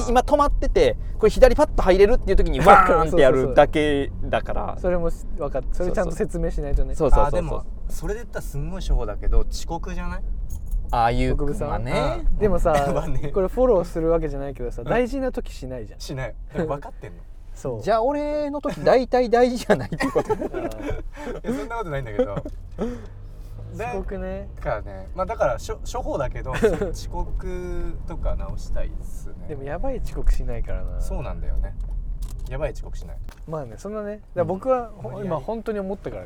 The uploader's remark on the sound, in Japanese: POPEYE Webチームが取材の移動中に録音した車中ミニトーク編。